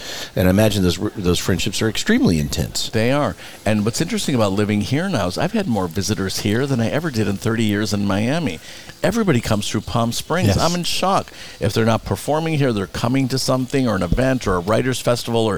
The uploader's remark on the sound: Live from Skip Paige's Little Bar , the Center of the Coachella Valley Universe in Palm Desert. Live from Skip Paige's Little Bar , the Center of the Coachella Valley Universe in Palm Desert.